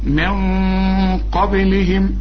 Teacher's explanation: النون هنخفيها مع القاف ونفخم الغنة